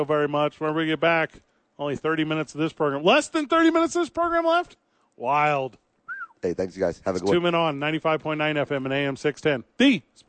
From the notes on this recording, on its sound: live from the ABQ Dukes Store